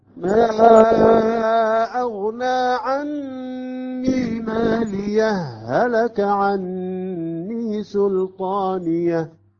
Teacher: عندما يصبح الإدغام تصبح هاء مشددة عندنا. مالية هلك عني سلطانية في الوصل.